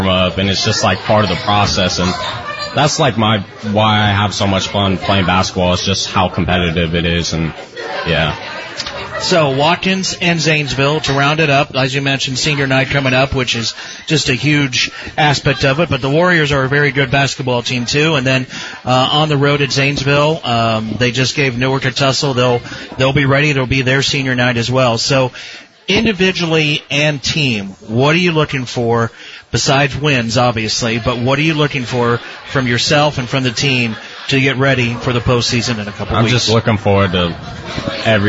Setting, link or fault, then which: setting, busy venue